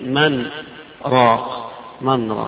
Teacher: مراق يقولون في اللغة المراق بائع المرق، بائع المرق، فحتى لا يلتبس الأمر فيظن إنه مراق هتلو بائع مرق مثلا، فقرأها وسكت هذه السكتة الخفيفة، يقول من راق، من راق سكت بغير تنفس